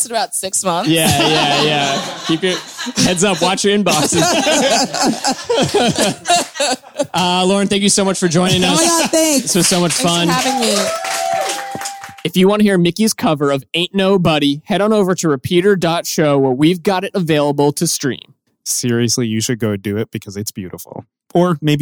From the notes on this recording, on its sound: This LIVE edition of the show. Improvises a song based on suggestions from the audience.